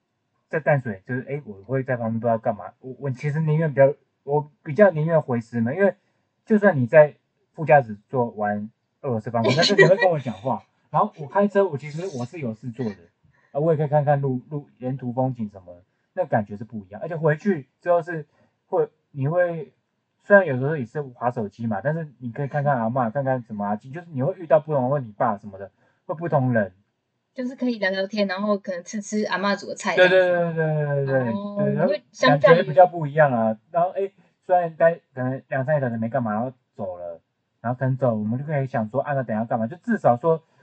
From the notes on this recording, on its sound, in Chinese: 音質很差，建議戴耳機收聽。